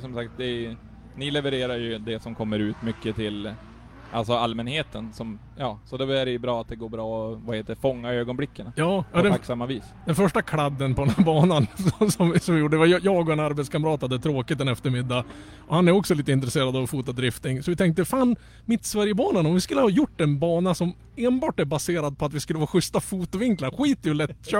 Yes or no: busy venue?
yes